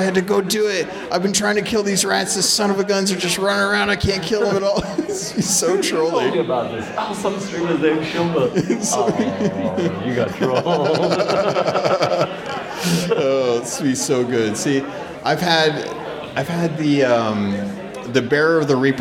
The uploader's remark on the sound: This is the live recording from the Sea of Thieves Fest in the UK. The audio will have a lot of background chatter as we were in a large hall with lots of folks buying and selling props and art.